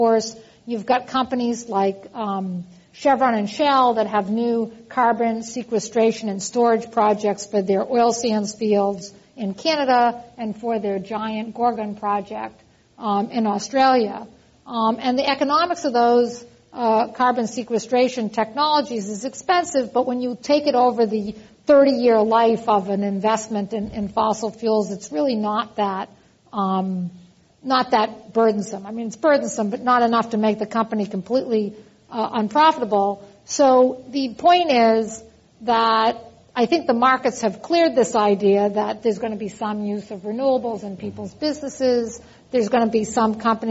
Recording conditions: live audience